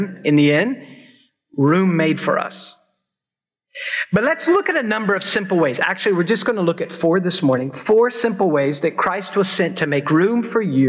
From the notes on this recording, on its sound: preached at Christ Church New Albany